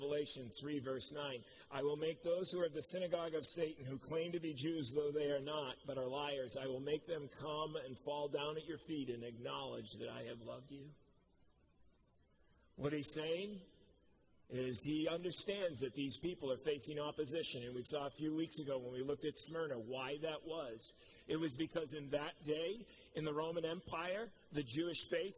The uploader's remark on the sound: Preached at COMMUNITY Covenant on 8/8/21